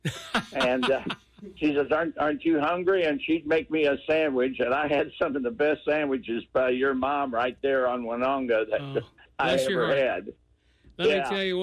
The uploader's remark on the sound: called in to the show